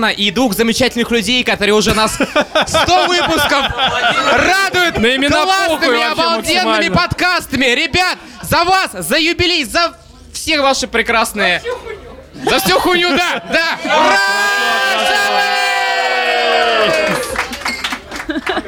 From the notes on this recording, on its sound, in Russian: потом они перемещаются на московскую сходку слушателей, где и начинается самое интересно — live-запись под пиво и поздравления